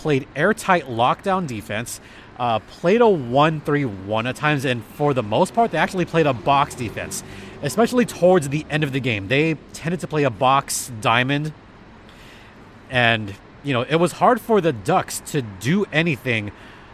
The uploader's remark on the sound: records from Acrisure Arena following the game